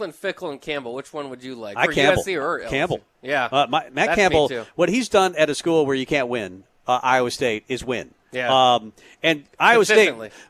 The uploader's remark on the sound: Tailgate Tuesday live from Chick-Fil-A.